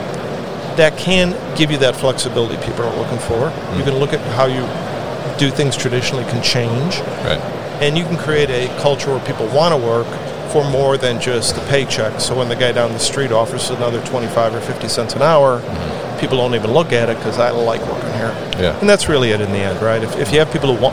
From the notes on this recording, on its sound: Open Sky Group at MODEX 2022.